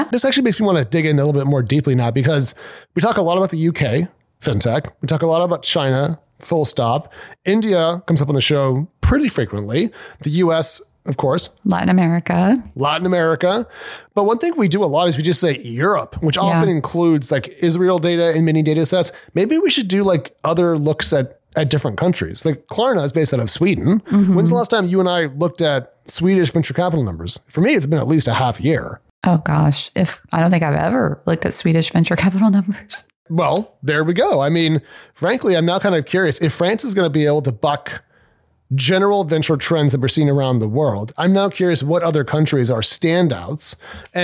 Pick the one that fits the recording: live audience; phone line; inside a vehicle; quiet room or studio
quiet room or studio